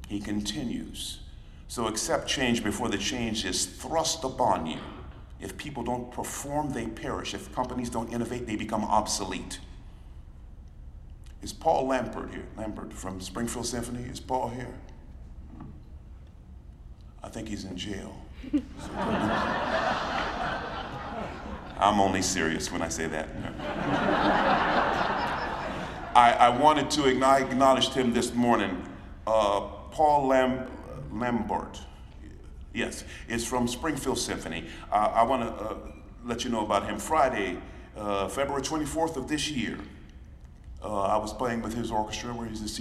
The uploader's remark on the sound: League of American Orchestras Conference. Keynote speech from the League of American Orchestra's 2023 Conference in Pittsburgh.